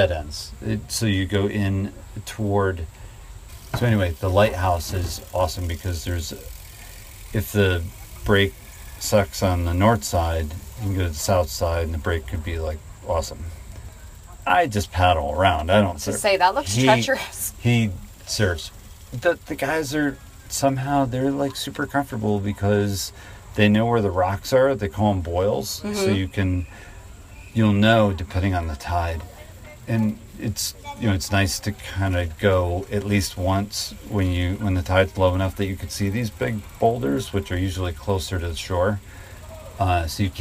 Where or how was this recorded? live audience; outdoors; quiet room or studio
outdoors